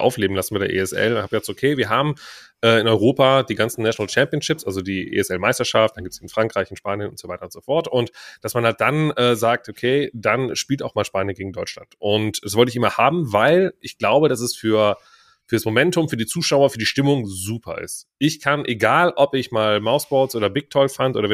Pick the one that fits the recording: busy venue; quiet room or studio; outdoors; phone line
quiet room or studio